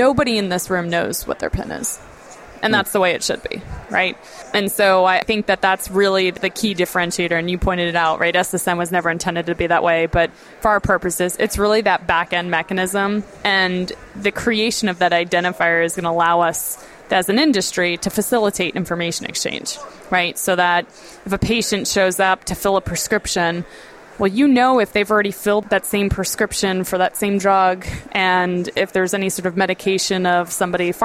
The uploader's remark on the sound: The episodes were broadcast live in Experian Health’s booth (#3503) at the The HIMSS17 Annual Conference and Exhibition. The episodes were broadcast live in Experian Health’s booth (#3503) at the The HIMSS17 Annual Conference and Exhibition. The interviews were recorded and published to the media player on this page .